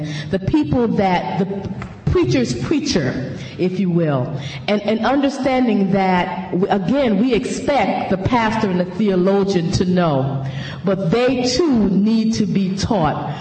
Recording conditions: large echoing room